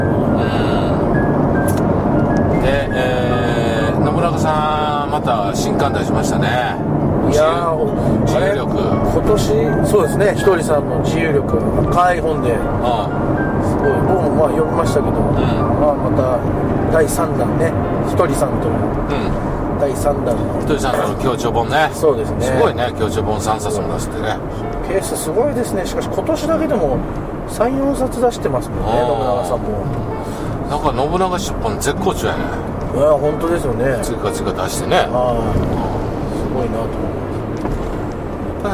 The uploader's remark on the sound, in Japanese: ドライビング対談収録をいたしました